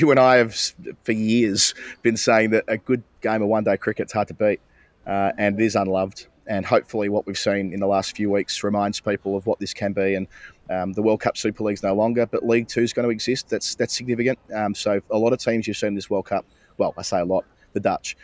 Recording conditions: busy venue